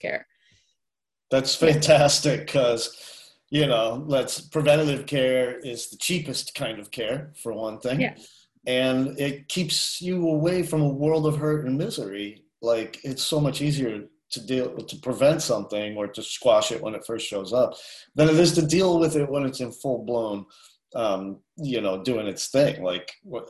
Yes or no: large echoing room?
no